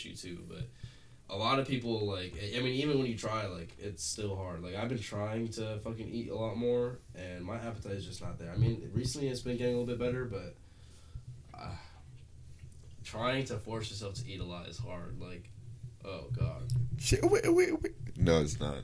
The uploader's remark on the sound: Bad audio quality, was testing things out